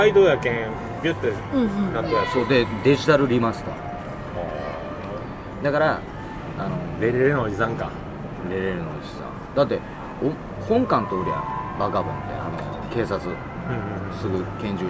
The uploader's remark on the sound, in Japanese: 録って出しでございます。2年連続でヒルトンの高額軽食とコーヒーを楽しみついでに収録をしております。